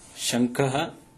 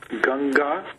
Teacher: हा नाम पुनः अनुस्वारः आसीत्, अनुस्वारस्य स्थाने ङ भवति, यतोहि अनुस्वारस्य अग्रे तत्र ककारः कवर्गस्य सदस्यः